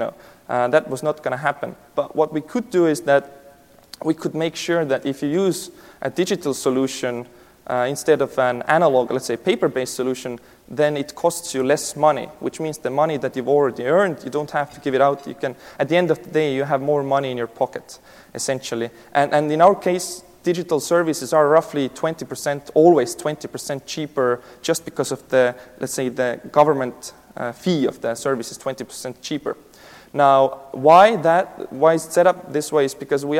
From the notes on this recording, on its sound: This keynote session was presented at the 2018 DPharm conference.